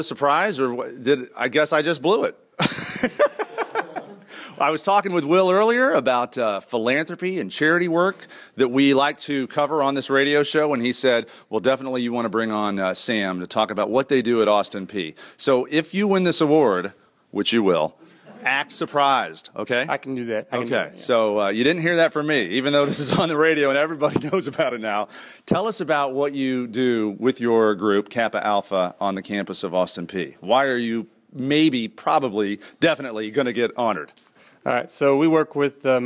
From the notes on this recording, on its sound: This show begins with a live audience in Memphis, TN at Rhodes College